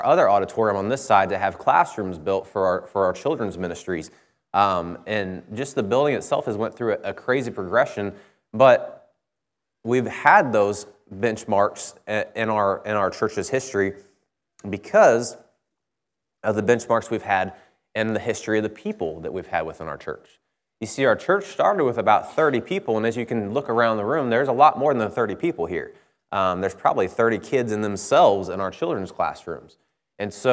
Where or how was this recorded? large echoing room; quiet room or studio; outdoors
large echoing room